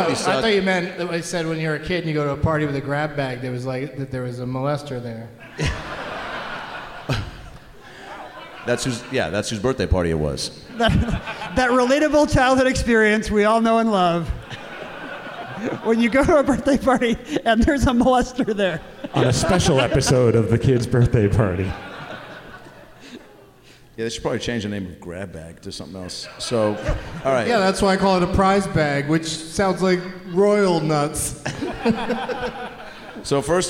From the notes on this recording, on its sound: Live from the Neptune Theatre in Seattle